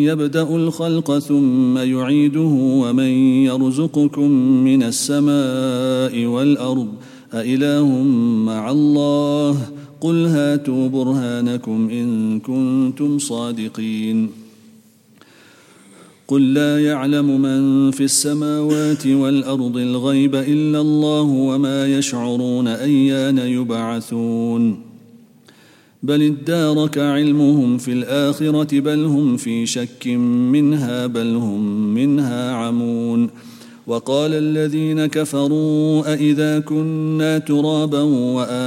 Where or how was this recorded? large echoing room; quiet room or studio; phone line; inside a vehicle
large echoing room